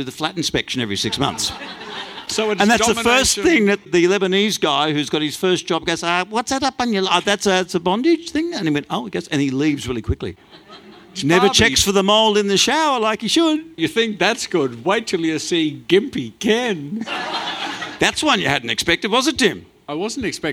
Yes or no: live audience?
yes